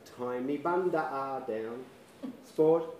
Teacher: So you get the stress shifts to the wrong syllable. There's a glottal stop, which doesn't occur in the language, inserted in the long vowel, and invariably the trill gets lost.